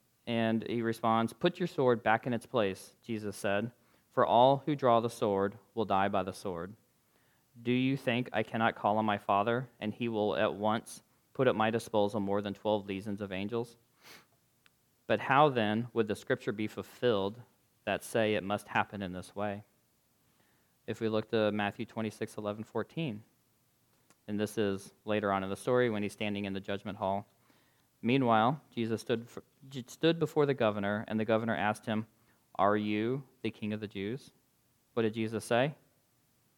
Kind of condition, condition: setting, large echoing room